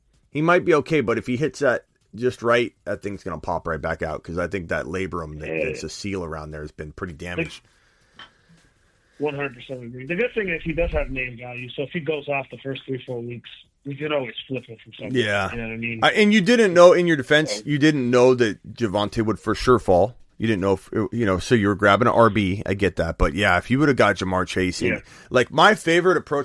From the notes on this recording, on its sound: takes phone calls